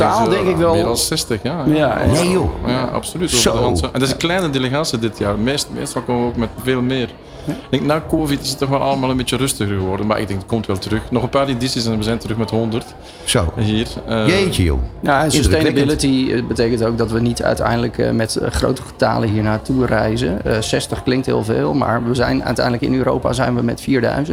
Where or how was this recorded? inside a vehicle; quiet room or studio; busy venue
busy venue